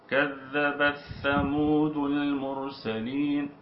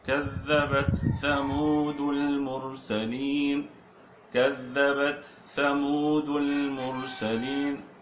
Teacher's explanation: الصواب أن نظهر التاء ونأتي بصفة الهمس فيها حتى يعني تكون ظاهرة · Shown in: second take · حكمها الإظهار.